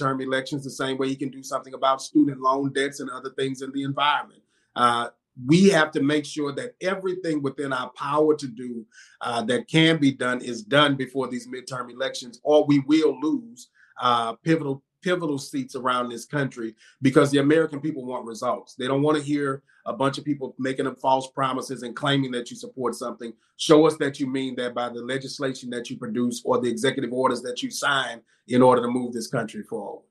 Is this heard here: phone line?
no